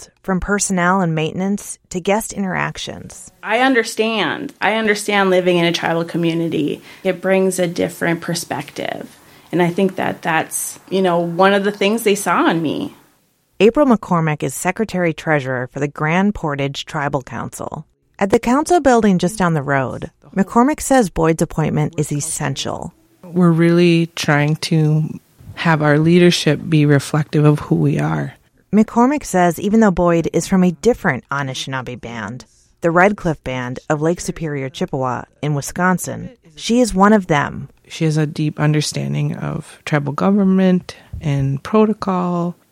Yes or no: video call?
no